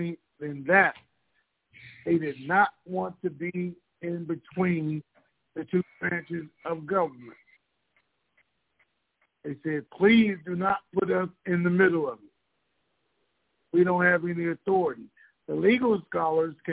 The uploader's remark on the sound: Conference Call